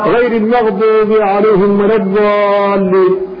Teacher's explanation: فليست هي بالضاء ولا هي بالطاء ولا هي بالدال، فلا بد فيها من الاستطالة، وهذا الذي يميزها عن الضاء يميزها المخرج والاستطالة عن الضاء.